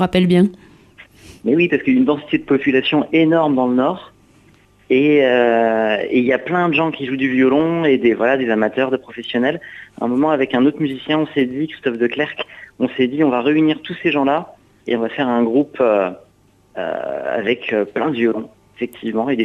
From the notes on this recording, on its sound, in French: invité par téléphone